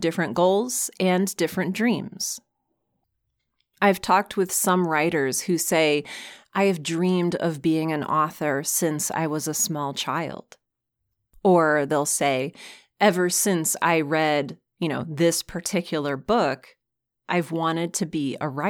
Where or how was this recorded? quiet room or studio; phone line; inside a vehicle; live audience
quiet room or studio